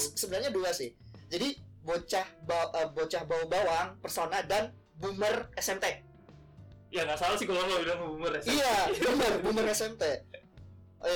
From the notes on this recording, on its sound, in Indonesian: HARAP MENDENGARKAN PODCAST INI TANPA MENGGUNAKAN EARPHONE ATAU SEJENIS KARENA SUARANYA CLIPPING MAMPUS.